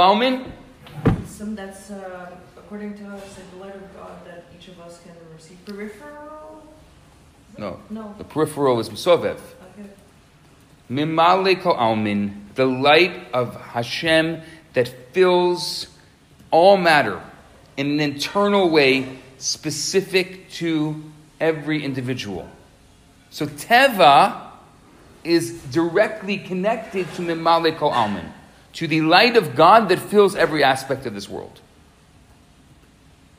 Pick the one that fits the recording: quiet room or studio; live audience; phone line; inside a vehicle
live audience